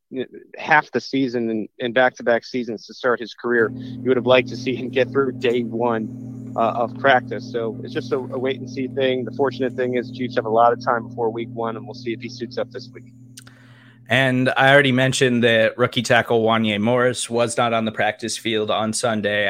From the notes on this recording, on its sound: Live from day 1 of the Kansas City Chiefs full-team practice in St. Joseph, Missouri.